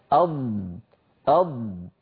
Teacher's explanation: الضاد متصفة بالجهر يعني يهتز الوتران الصوتيان عند النطق، لو قلنا أض ضع يدك يا أخي أو ضع يدك يا أختي على الحنجرة أض أض، فلما نقول أض نجد بأن هناك اهتزاز تحت أصابعنا على الحنجرة، فالضاد مجهورة وليست مهموسة، ليست من حروف سكت فحسه شخص، والضاد أيضا رخوة يعني صوتها قابل للتطويل.